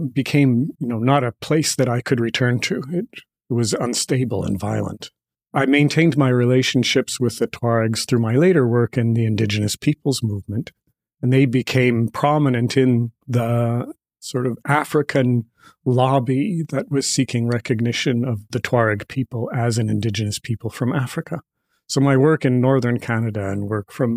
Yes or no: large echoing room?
no